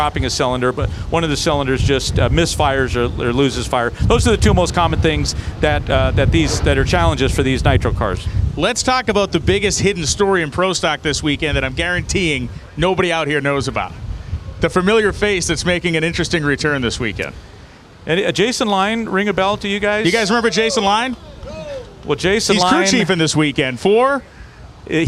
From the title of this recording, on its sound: Live from the pits in Brainerd